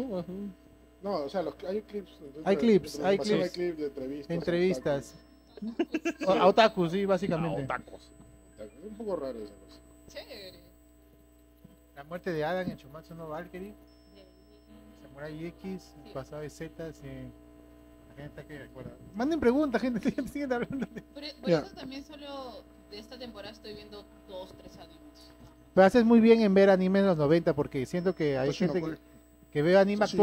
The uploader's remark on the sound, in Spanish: perdón por el audio, nuestro consola falló